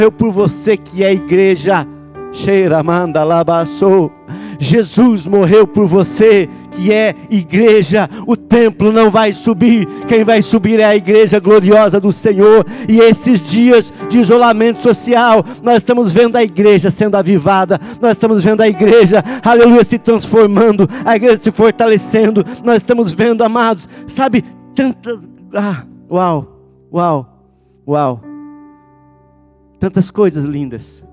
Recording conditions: large echoing room